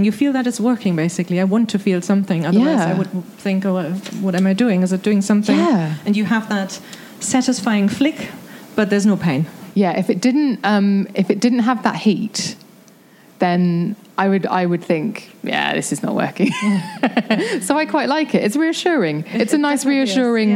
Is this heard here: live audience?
yes